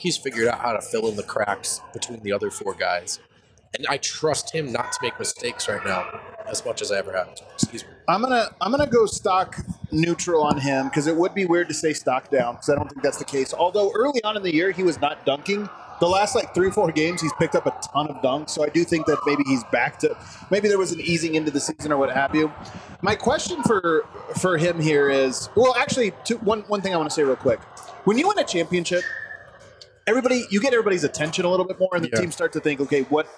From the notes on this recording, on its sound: Live from the Basketball Social House in Denver.